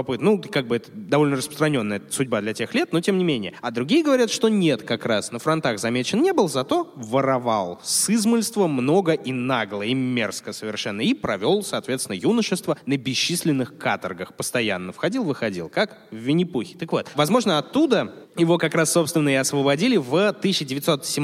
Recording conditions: live audience